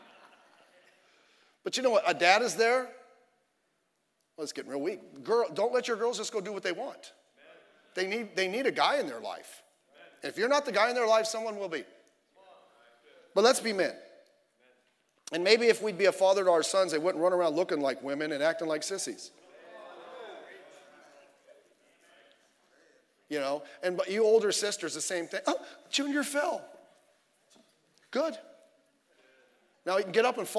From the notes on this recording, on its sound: Sunday Evening Service